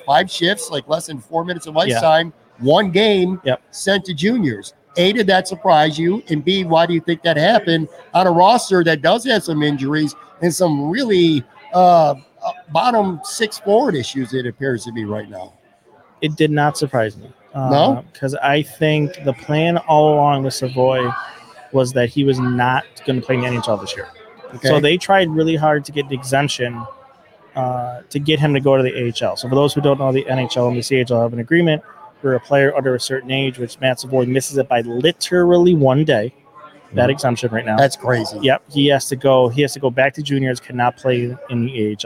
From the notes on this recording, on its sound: In a conversation shot live from Imperial Pizza in South Buffalo.